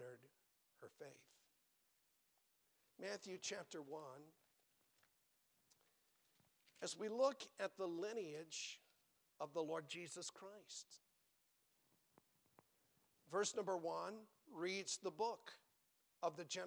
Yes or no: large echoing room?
yes